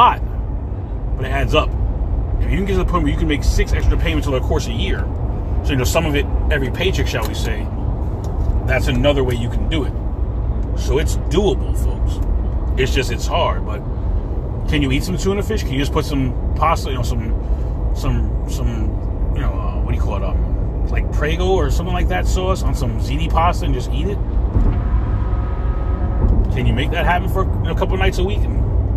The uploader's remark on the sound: In this CarCast